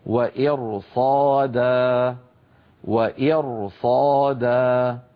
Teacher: نرى على اللوحة الحالة السابعة إذا كانت الراء ساكنة وقبلها مكسور وبعدها حرف استعلاء غير مكسور، ونؤكد على كلمة حرف استعلاء غير مكسور في الكلمة نفسها ليس في كلمة أخرى نحو قوله تعالى وإرصادا وإرصادا. لاحظوا في إرصادا بأن الراء ساكنة وقبلها مكسور ولكن بعدها حرف استعلاء وهو الصاد وهو غير مكسور · Term: تفخيم الراء